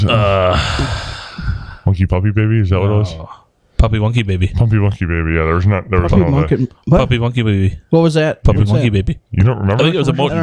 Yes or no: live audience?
no